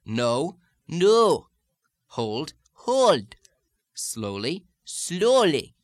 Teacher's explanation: So I suggest that for the stage, you soften the O slightly toward the U and elongate